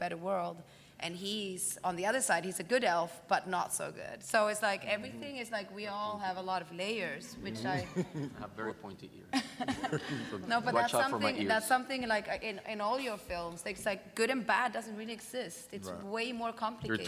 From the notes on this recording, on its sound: Press conference in Hall H at San Diego Comic-Con. An audio recording of the press conference.